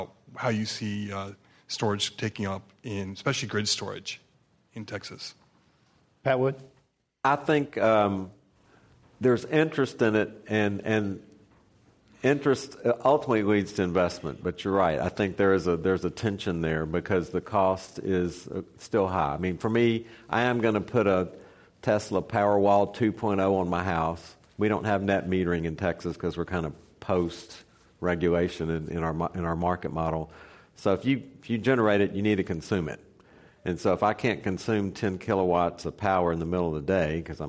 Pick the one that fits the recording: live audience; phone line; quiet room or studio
live audience